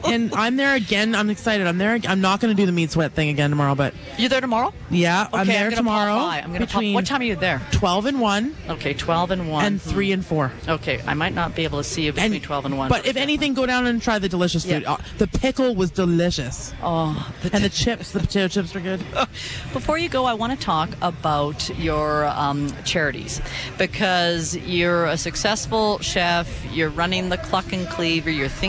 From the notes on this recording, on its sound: Live at the Calgary Stampede